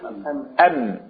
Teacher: الباء والميم مخرجهما واحد اللي هو الشفتان